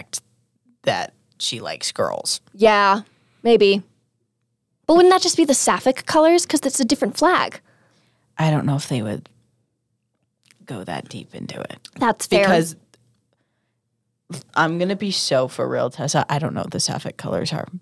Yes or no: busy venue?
no